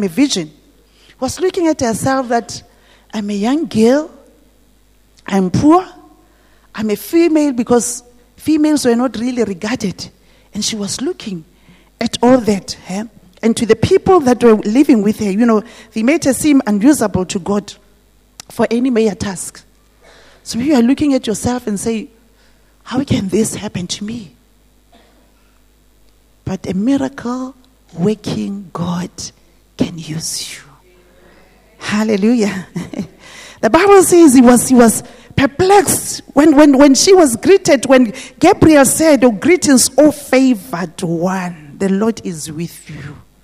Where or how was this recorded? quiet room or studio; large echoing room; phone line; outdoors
large echoing room